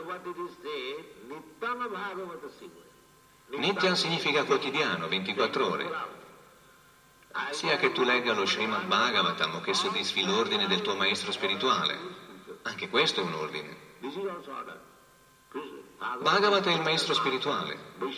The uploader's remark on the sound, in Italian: in diretta dal Tempio di Villa Vrindavana